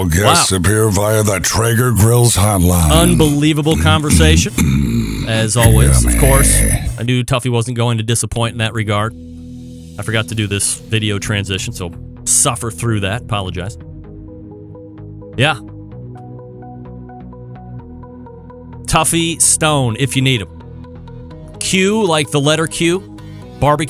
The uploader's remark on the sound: Audio Disclaimer upfront...the phone connection was a little brutal.